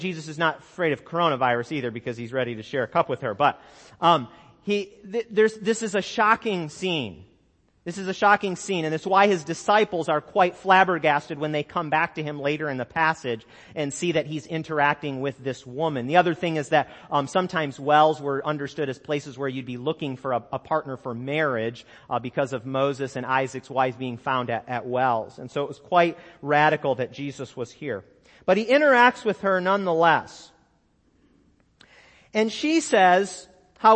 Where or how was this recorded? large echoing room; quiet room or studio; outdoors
large echoing room